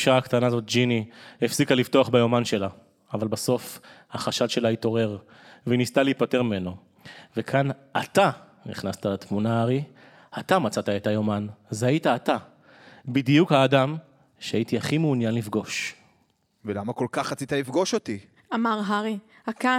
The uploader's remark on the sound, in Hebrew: הקראה בלייב. באירוע סוף עונה ענקי, מול קהל בסינמה סיטי נתניה!